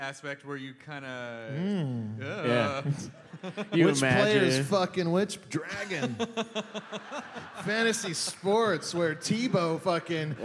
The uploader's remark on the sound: 930 Club: Live in DC! Recorded LIVE in DC on January 6! About 700 people showed up to this one and it was a BLAST and a half.